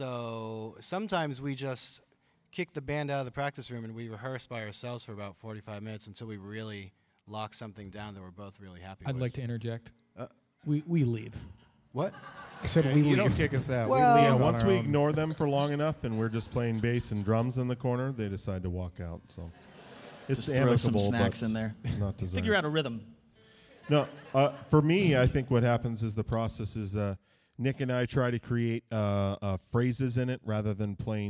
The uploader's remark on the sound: This episode was recorded on November 15th at The Arts at The Armory in Somerville, MA during the 5th stop of the Fossio et Satio tour.